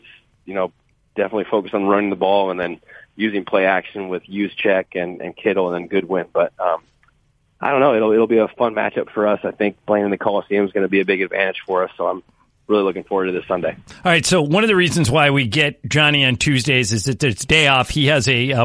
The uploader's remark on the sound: called